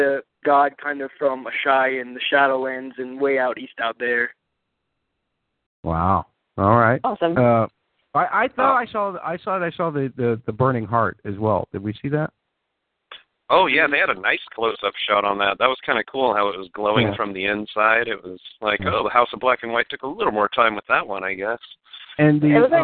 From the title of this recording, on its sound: Fan Call In Show